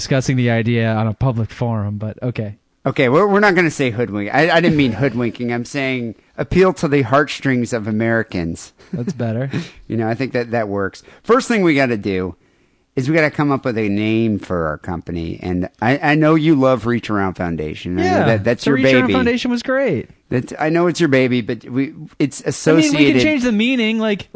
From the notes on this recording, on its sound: Phone calls.